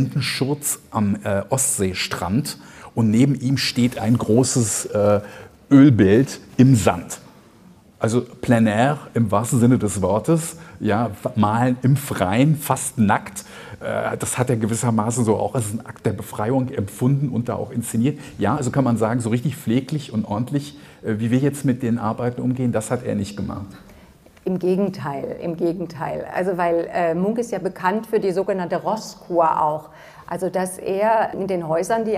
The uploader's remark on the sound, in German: Der Podcast wurde live mit Publikum in der Berlinischen Galerie aufgezeichnet.